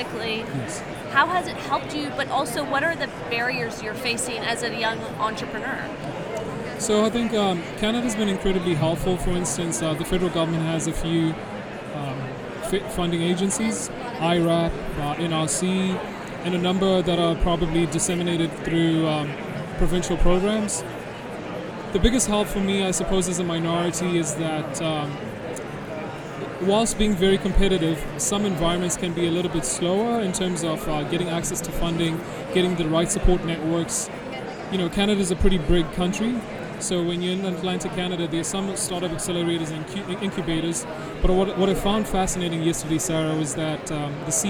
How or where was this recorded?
busy venue